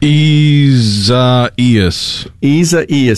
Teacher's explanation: The emphasis is on the second E sound.